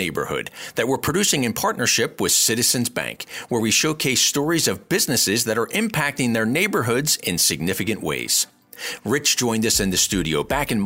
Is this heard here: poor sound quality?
no